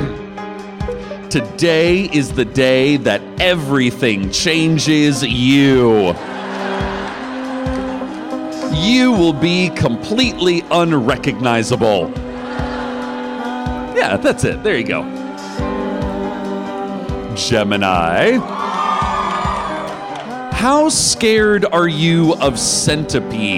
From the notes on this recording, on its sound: An excerpt from our recorded live show, "The Librarian," recorded live on January 16, 2015 at Skirball Center, New York, NY.